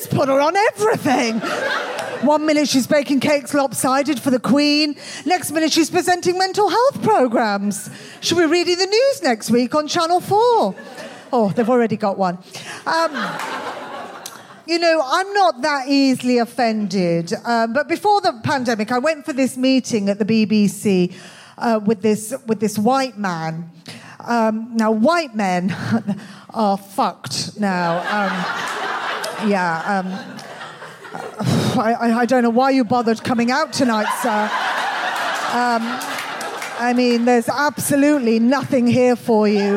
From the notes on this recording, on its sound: Recorded 17 July 2022 at 21Soho in London.